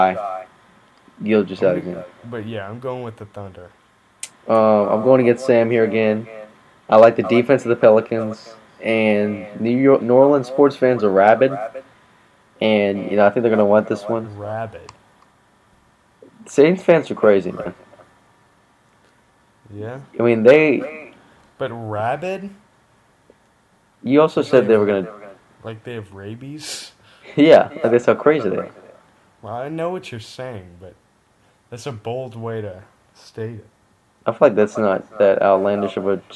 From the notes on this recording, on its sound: sorry for the slight echo